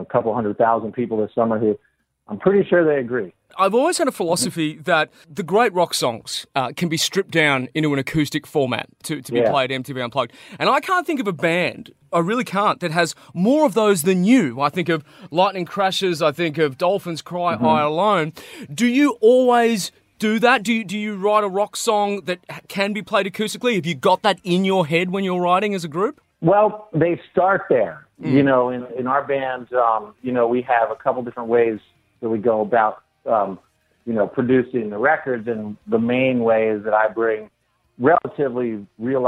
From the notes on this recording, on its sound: jumped on the phone